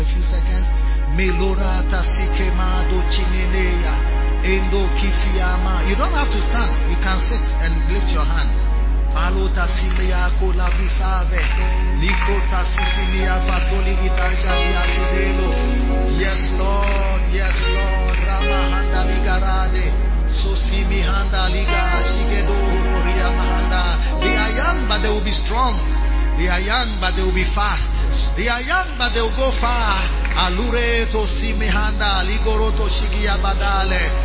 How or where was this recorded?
large echoing room